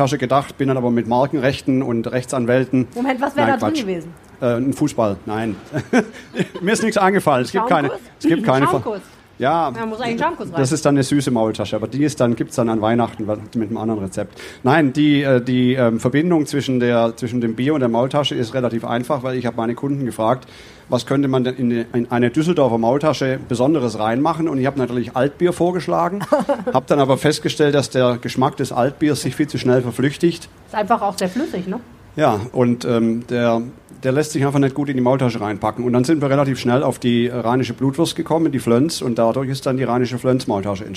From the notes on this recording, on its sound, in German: Darum ging es bei einer Live-Aufzeichnung unseres Düsseldorf-Podcasts Rheinpegel am Düsseldorfer Stadtstrand im Oktober.